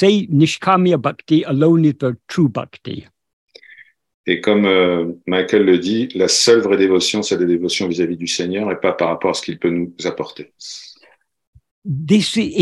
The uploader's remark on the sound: In a Zoom meeting with a group of Ramana devotees from Paris.